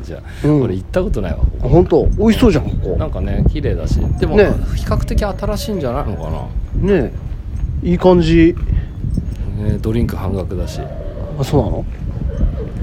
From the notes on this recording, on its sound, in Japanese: 天王台駅周辺散策回。外の雑音が入ってます。天王台駅前から。